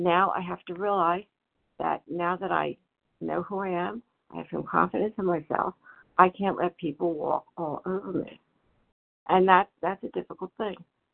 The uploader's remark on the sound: 100 Pounders Phone Meeting